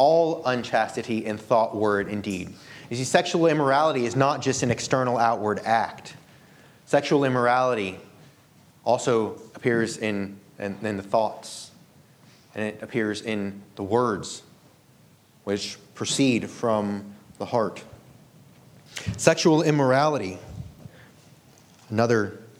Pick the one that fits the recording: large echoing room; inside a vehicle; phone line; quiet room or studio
large echoing room